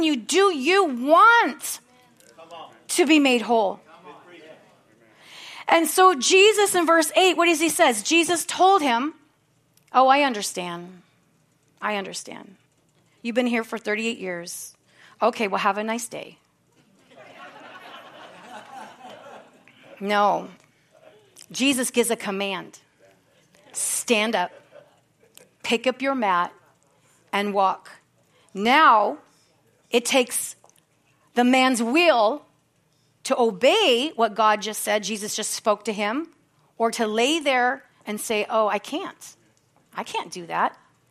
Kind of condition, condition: setting, large echoing room